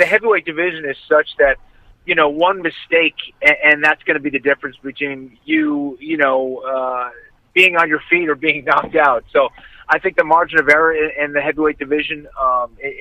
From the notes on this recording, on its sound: This week two guests call in to talk UFC.